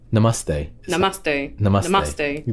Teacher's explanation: The T has a little TH.